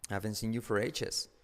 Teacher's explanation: La T de haven't no se pronuncia.